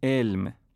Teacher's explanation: در زبان فارسی حرف عین مانند همزه تلفظ میشه. مثلا می نویسیم علم با عین، ولی برای خوندن می خونیم علم، در حالی که چنین تلفظی در زبان عربی صحیح نیست.